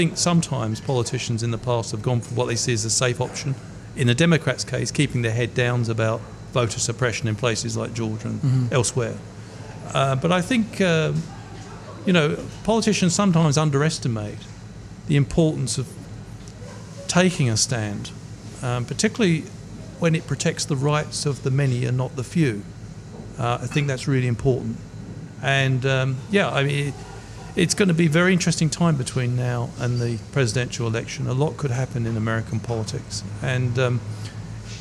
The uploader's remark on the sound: Broadcast live from Ombrellitos